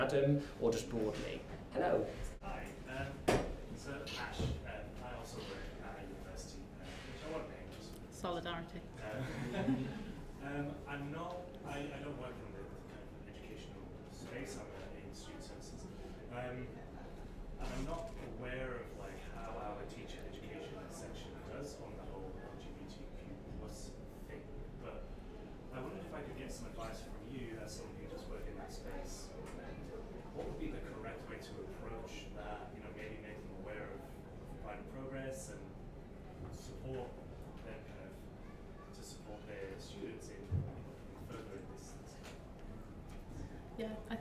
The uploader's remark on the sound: We go to the in-person book launch held in Nottingham earlier this week. You will hear the brilliant panel discussion from the book launch.